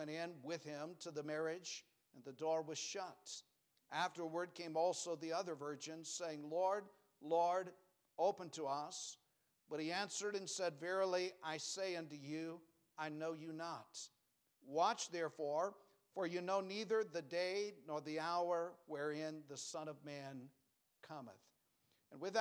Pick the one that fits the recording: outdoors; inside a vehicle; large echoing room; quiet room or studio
large echoing room